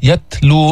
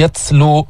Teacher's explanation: الهمس في التاء الساكنة · Shown in: first take · يتلو مش سين مش يتسلو هواء يخرج من الفم يتلو عليهم